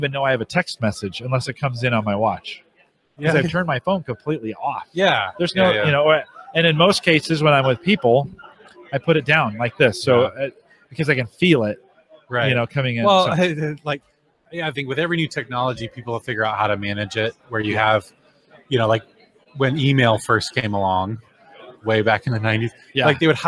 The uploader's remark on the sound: Interviews at HDC 2016. Interviews guests from HDC2016.